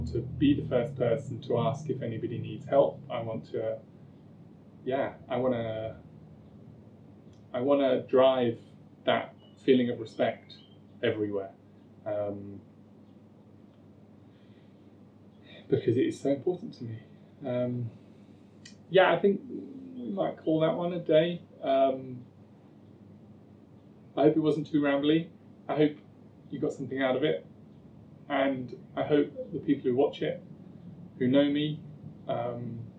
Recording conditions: poor sound quality